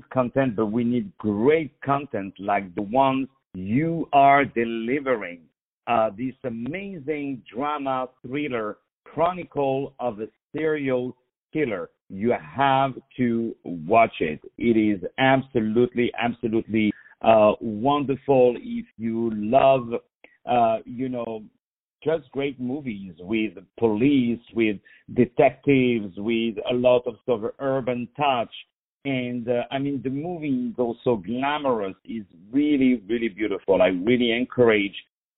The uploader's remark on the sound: On the phone